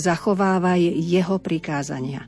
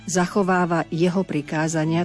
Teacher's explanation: Dajme si pozor na posledný odsek, kde máme dve slová za sebou nasledujúce: zachovávaj jeho prikázania. Opäť zdôrazňujem, aké je pre nás dôležité vysloviť obe spoluhlásky, rovnaké spoluhlásky · Shown in: first take · pretože ak ja poviem, zachováva jeho prikázania, tak je to o niekom úplne inom.